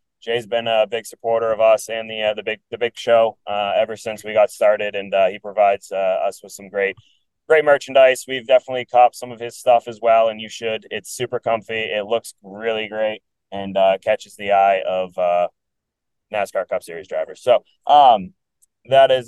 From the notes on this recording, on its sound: Live from a moving vehicle